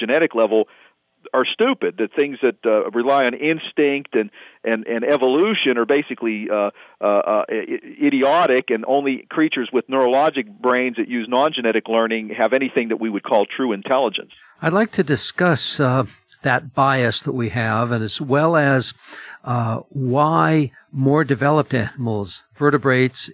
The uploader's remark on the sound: Visited by phone from his office in Pittsburgh, Pennsylvania.